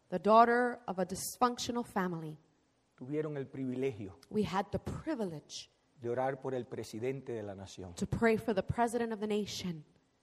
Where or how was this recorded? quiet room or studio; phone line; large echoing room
large echoing room